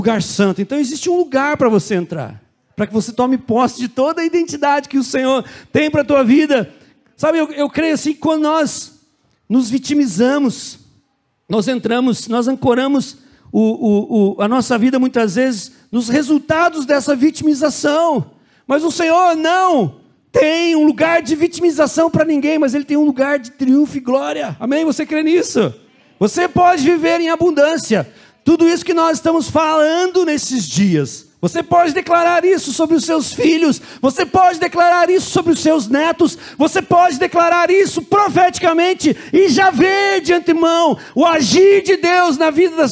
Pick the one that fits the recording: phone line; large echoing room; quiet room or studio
large echoing room